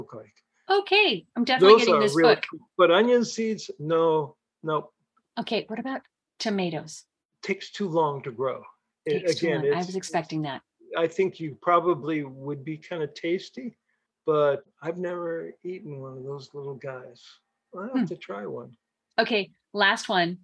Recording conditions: video call